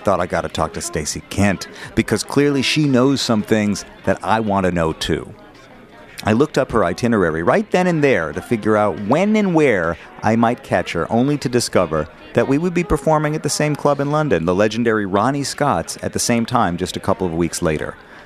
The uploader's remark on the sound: recorded at Ronnie Scott's jazz club in London